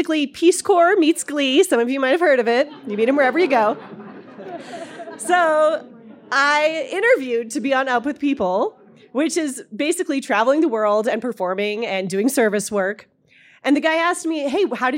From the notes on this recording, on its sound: in front of a live audience at Buntport Theater